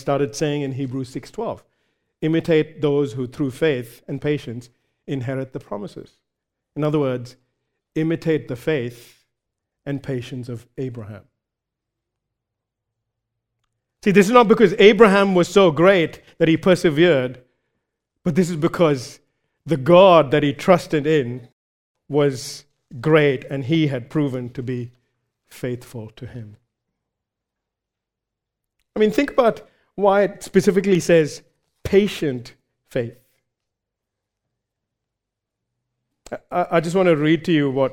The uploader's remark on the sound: recorded live at Grace Community Bible Church